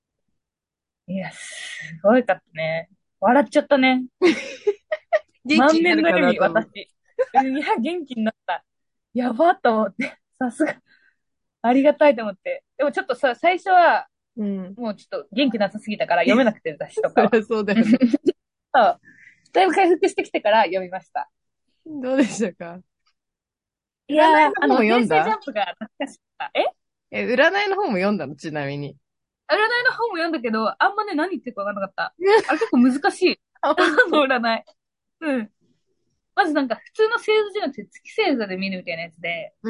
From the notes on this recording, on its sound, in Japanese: 東京と富山でzoomにて収録